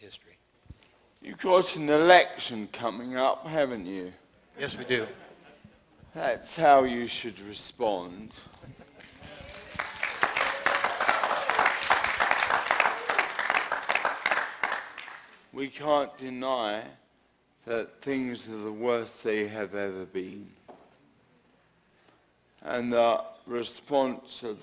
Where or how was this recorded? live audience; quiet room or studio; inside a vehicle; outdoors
live audience